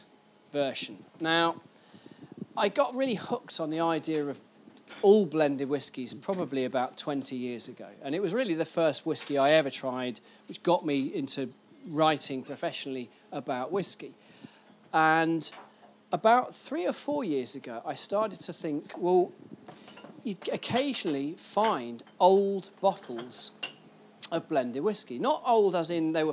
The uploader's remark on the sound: recorded at The Soho Whisky Club